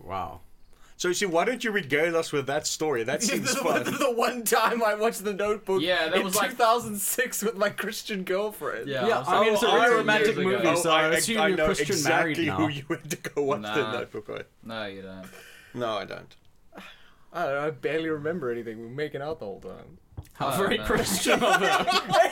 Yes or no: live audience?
no